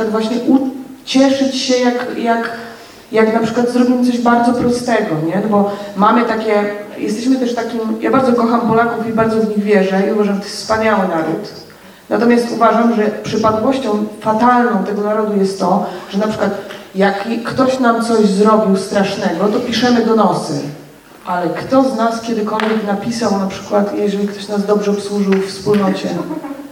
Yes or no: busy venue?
yes